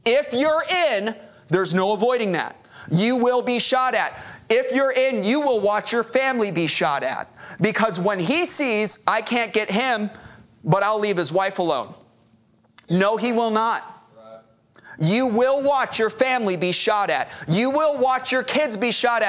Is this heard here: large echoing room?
yes